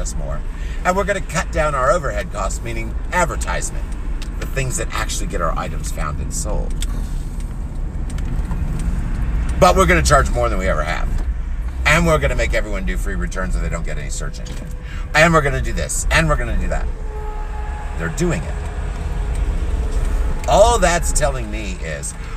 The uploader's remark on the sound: Chat in Car